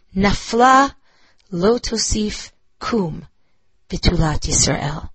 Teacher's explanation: it's three on the first side, two stressed syllables in the second.